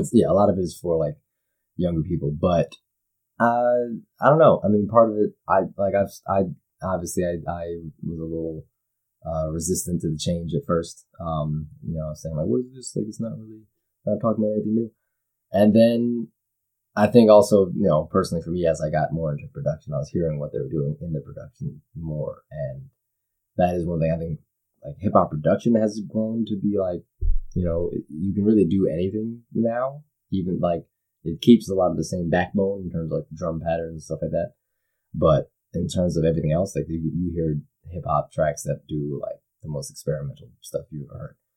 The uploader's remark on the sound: There was a problem with the audio when we played back the recording, and the method I had to use to fix it muffled the vocals a bit.